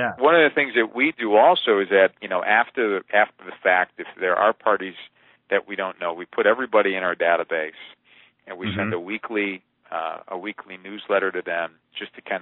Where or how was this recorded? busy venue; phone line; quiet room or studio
phone line